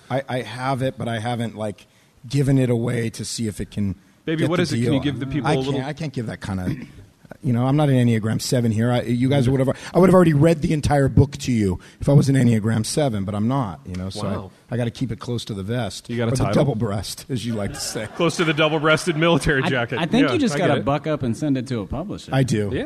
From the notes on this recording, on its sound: INDY LIVE. LIVE IN INDIANAPOLIS.